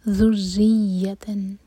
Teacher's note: ذال کے لیے ہماری زبان اوپر والے دانتوں کو ٹچ کرے گی، تھوڑی سی ٹپ باہر ہوگی، اس کو ز کا ساؤنڈ نہیں دینا، ذال ہے. ذریتن، تو را پر بھی شدہ ہے، یا پر بھی شدہ ہے، دونوں شدہ کو ادا کرنا ہے، دونوں اسٹرانگ پڑھے جائیں گے.